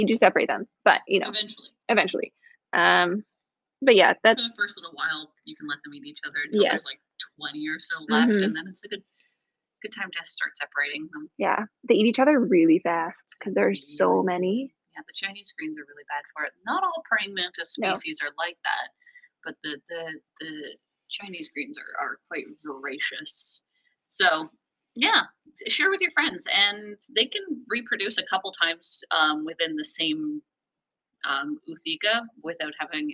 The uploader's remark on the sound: RIP to our audio, this is a pilot episode and so there are some minor issues